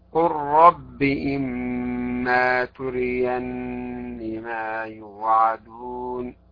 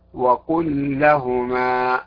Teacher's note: من هذه التنبيهات يجب على القارئ والقارئة أن ينتبه: إذا وقعت اللام قبل حرف الراء وكانت ساكنة فلا بد من إدغامها في الراء، أو وقعت اللام قبل لام متحركة وكانت هي ساكنة لابد من إدغام اللام أيضا في اللام